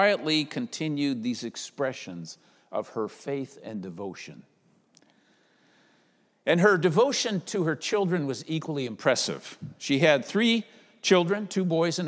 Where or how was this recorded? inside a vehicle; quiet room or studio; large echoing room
large echoing room